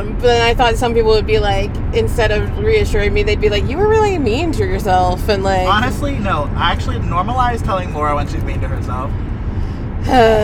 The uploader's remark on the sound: Opening Night Carcast